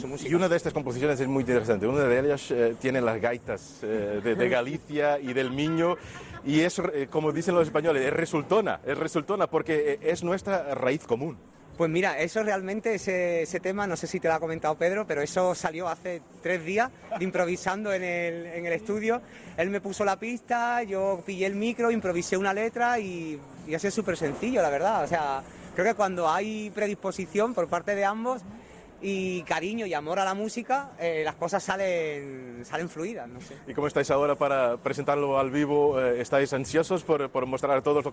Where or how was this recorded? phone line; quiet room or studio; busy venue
busy venue